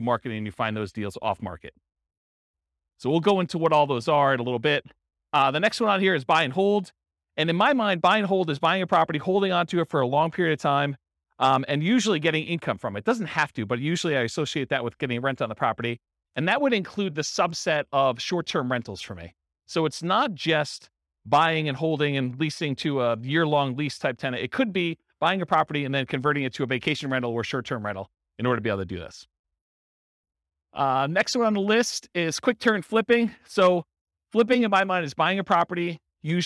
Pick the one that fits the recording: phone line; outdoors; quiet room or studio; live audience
live audience